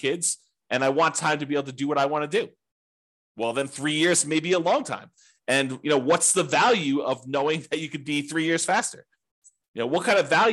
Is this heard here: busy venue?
no